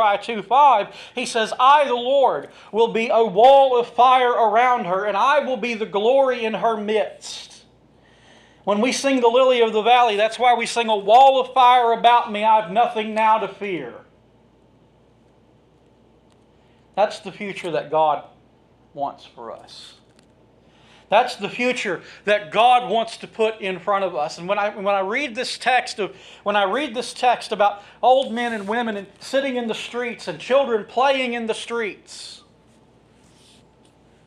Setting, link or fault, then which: setting, large echoing room